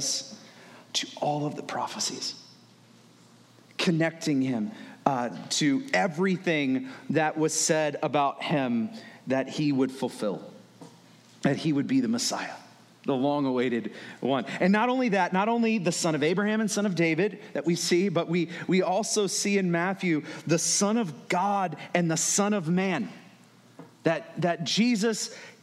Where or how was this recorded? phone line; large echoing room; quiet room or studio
large echoing room